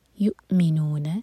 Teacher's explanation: حمزہ پر cut off sound لیکن قلقلہ نہ ہو